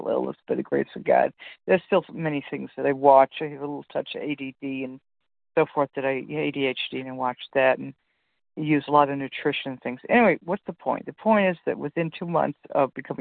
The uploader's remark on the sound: 100 Pounders Phone Meeting